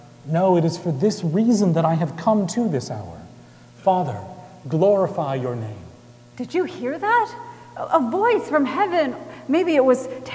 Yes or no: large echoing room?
yes